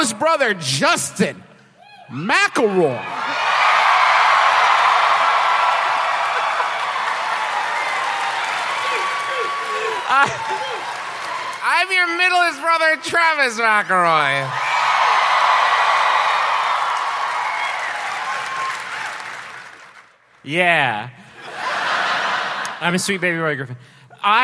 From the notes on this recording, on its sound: We've got a live show for you in his absence -- it's from this past April, when the lovely denizens of Houston, TX came down to Jones Hall